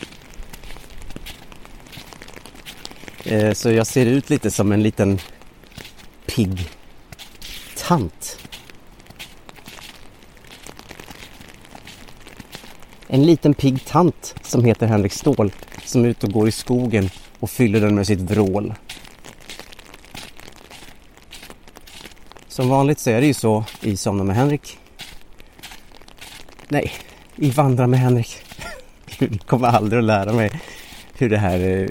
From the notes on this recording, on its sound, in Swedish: Ljudet av hans steg och regnet. Under promenaden i skogen, där snö möter regn.